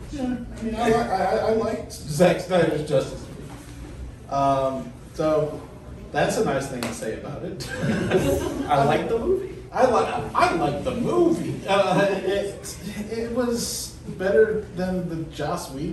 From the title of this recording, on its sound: Pensacon 2023 Panel